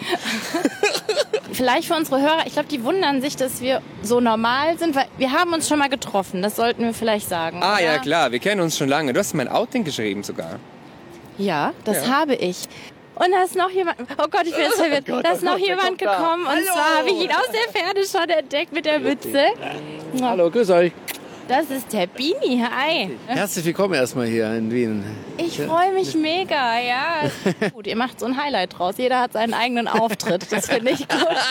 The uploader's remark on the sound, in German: Die fünf Jungs öffnen für meinen Podcast ihren Tourbus. In dieser Episode bin ich bei einem Live-Auftritt dabei.